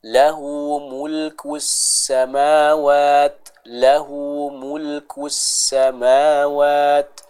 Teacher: Ketika ia ditebalkan, maka ia akan berubah menjadi huruf swad dan ini tidak diperkenankan. Ya, jadi kita membaca huruf sin dengan tipis. Yaitu caranya dengan setelah memonyongkan huruf kaf yang dhammah secara sempurna, masuk ke sin yang bertasydid, itu mengembalikan posisi bibir ke awal, jangan diponyongkan.